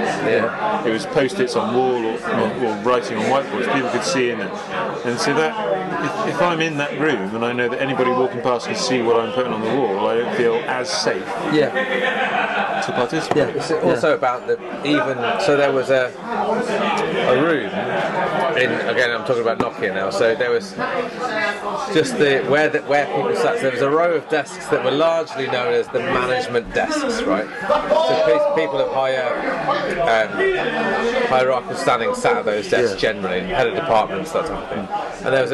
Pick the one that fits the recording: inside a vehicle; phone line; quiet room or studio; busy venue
busy venue